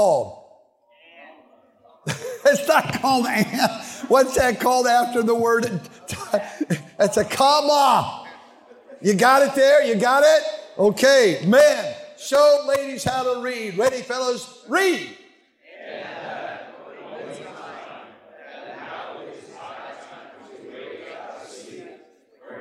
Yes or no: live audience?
yes